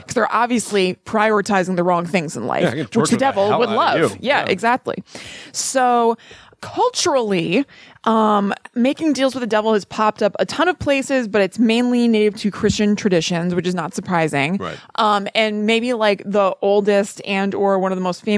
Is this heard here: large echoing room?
no